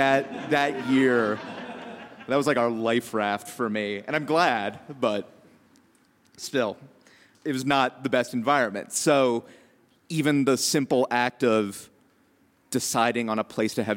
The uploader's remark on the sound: told live on 24 June 2017 at the McNichols Building in Civic Center Park